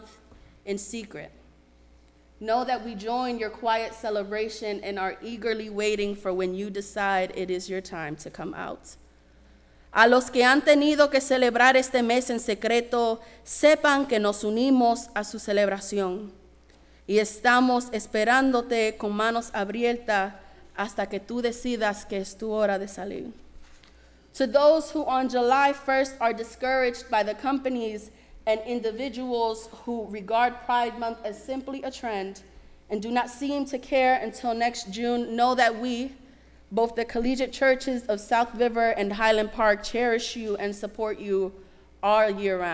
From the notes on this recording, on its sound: Sermon preached at RCHP on June 25, 2023.